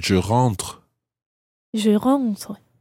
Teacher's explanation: when you say je rentre, it's almost just like a little breath at the end